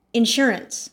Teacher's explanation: with the emphasis on the sure